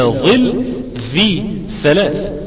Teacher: اذا فهذه هي ظهر الطرف، ظهر الطرف اللي بيخرج منها حرف الذال والثاء والظاء